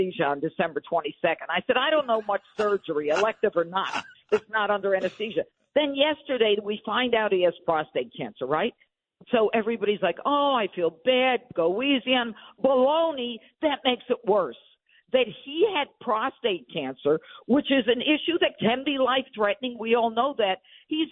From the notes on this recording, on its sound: Calls.